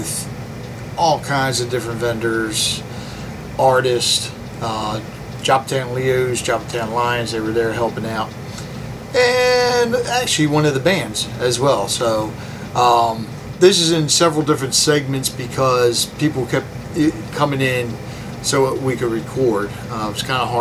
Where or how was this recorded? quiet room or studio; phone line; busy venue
busy venue